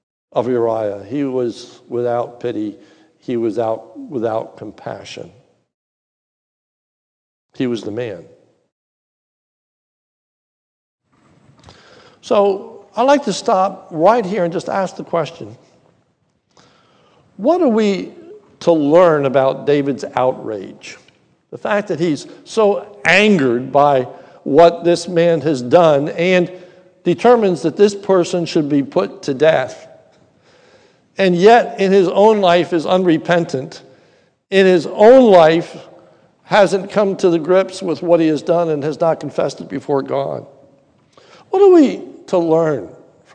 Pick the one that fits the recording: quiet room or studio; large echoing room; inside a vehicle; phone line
large echoing room